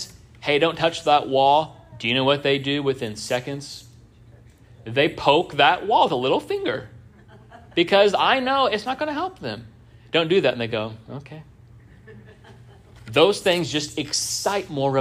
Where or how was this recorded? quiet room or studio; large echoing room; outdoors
large echoing room